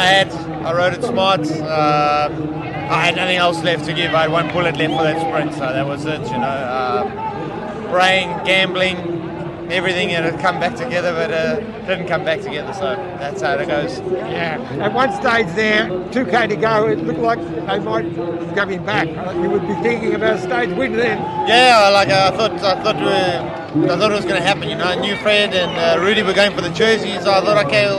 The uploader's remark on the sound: Live from an epic stage 6 at the Vuelta